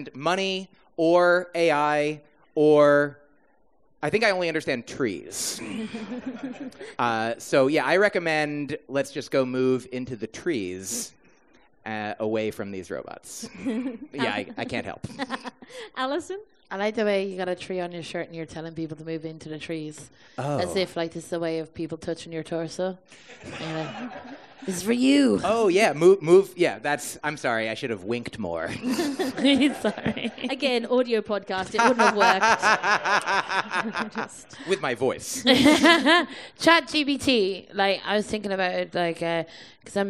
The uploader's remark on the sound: Recorded in front of a live audience of Garglers, and possibly confused newcomers, at the Edinburgh Fringe Festival.